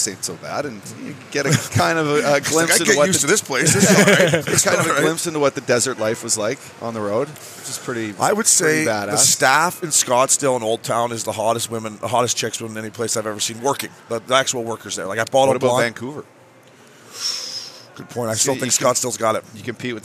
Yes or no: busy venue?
yes